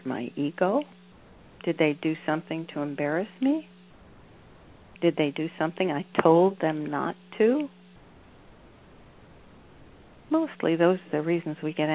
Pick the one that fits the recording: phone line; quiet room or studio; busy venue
phone line